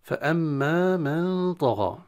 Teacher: فأما الهمزة مشد، الميم مشددة حكمها الغنة، وبعدها ألف طبيعي. من طغى إخفاء النون الساكنة عند الطاء، والغين مع الألف تفخم